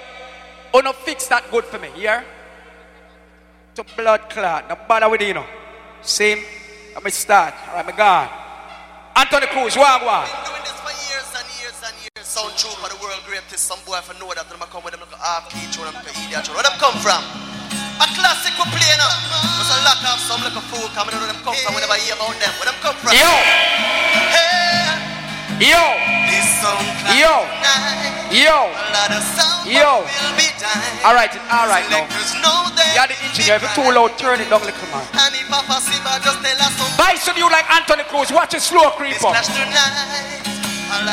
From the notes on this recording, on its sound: CLUB A IN QUEENS NY 2004. IN QUEENS IN CLUB.